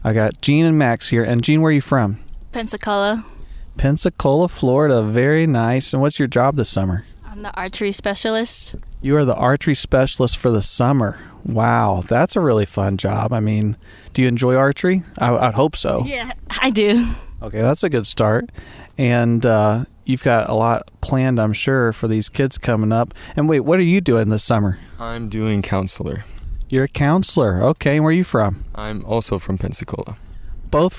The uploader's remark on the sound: On this episode, come along for an epic journey to four Salvation Army camps as they gear up for the summer! Featuring interviews with staff and audio from camp in action.